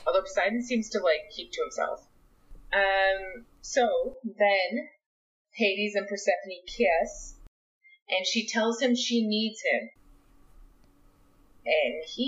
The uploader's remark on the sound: Sorry about sound this week! We had a mic issue and didn't realise it!